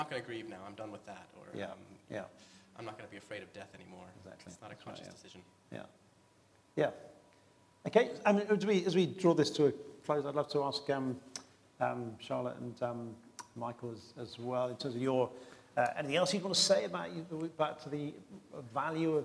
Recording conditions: live audience